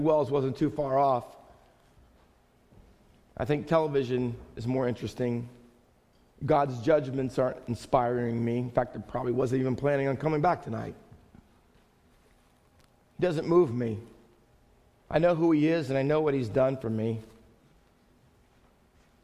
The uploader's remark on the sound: Faith Baptist Church in Hamilton, NJ.